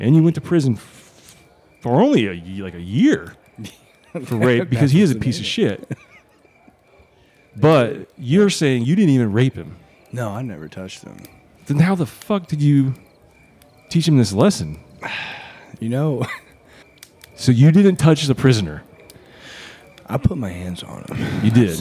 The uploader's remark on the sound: their small audience, as they smoke around the camp fire